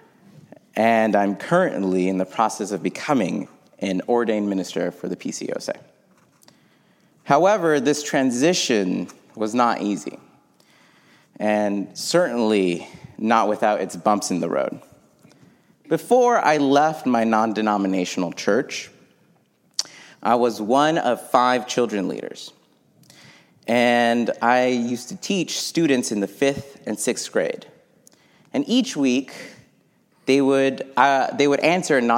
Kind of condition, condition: setting, large echoing room